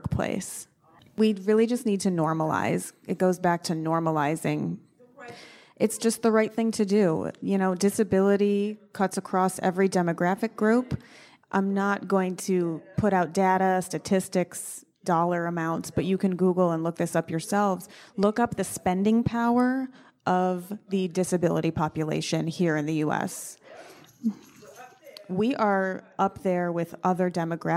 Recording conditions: live audience